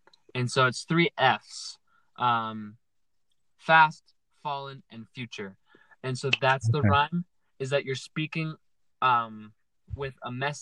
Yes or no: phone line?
no